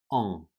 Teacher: Remember, no S, silent, silencieux, en, and it's nasal